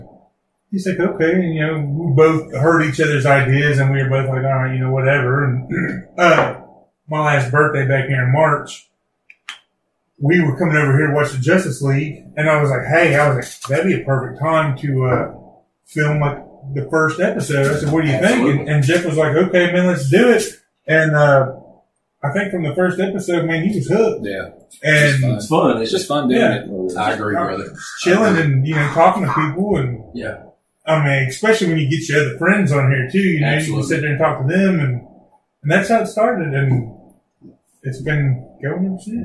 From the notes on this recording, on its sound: We were still new and forgot to select our mics through computer so the audio isn't the greatest.